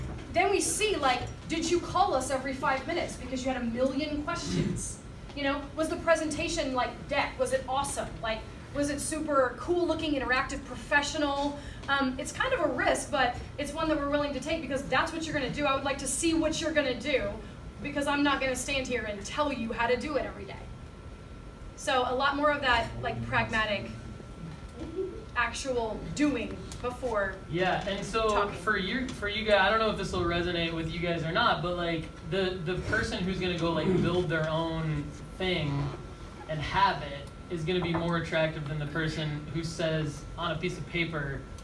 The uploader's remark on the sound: Had with 80 high school students in Spring Hill, Tennessee.